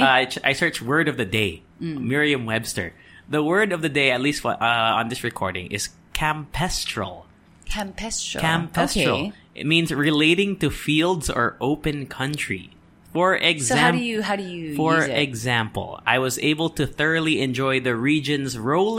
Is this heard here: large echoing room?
no